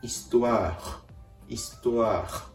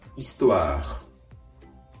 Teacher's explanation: のではないかなということでお伝えしています。このうがいをするようなという仕草にハヒフヘホのフを足してイストワーイストワーと最後に発音を止めてあげるように発音するのがポイントです。ちょっと分かりづらいかもしれませんが、このうがいをする仕草、この仕草をすることで、口外、口の奥が震えて振動音、摩擦音が出る